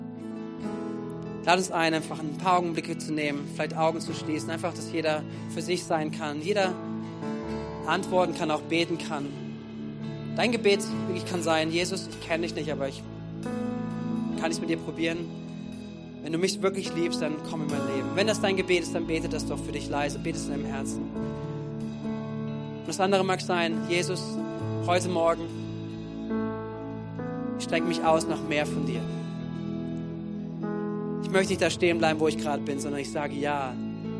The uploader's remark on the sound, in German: Gottesdienst am 13.11.2022